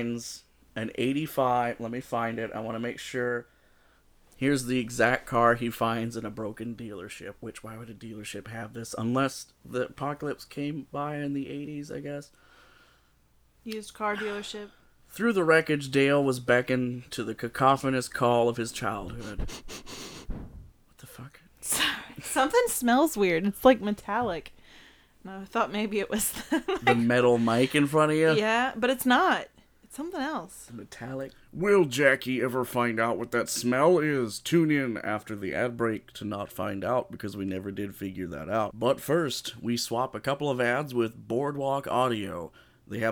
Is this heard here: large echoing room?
no